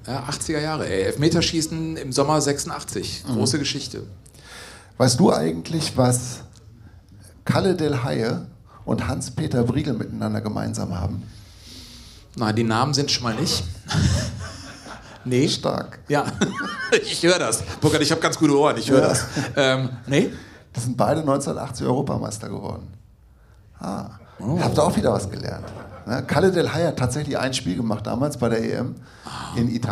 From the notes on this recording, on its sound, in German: Liveshow Zeche Carl/Essen. An einem unvergesslichen Sommerabend. Das Publikum wurde mit einer Saalwette herausgefordert, obwohl es eine Open-Air-Veranstaltung war.